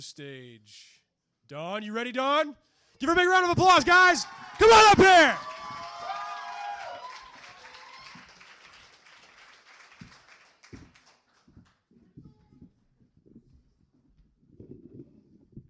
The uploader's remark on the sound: It’s the 3 rd annual Kzoo Poetry Slam Finals, but it’s the first year we had the equipment to record it. It’s the 3 rd annual Kzoo Poetry Slam Finals, but it’s the first year we had the equipment to record it.